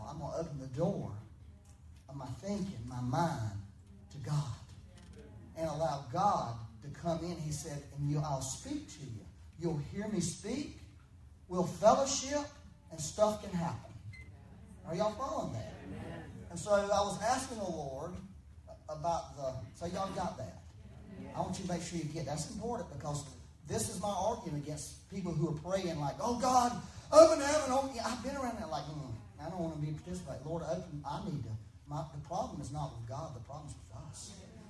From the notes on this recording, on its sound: Had some technical difficulties with recording for this Sunday, so there is a bit more reverb than desired but better than nothing.